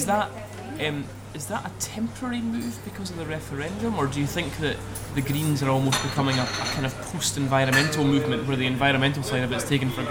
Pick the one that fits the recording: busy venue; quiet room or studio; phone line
busy venue